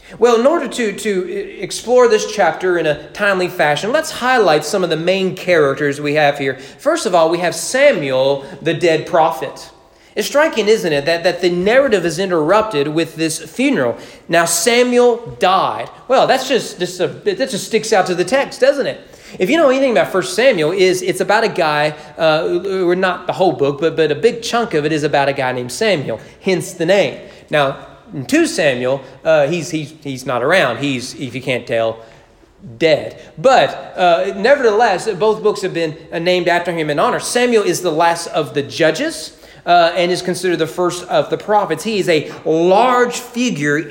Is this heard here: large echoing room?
yes